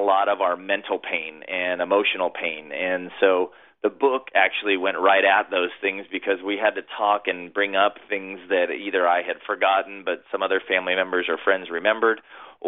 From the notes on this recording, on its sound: joined the show via telephone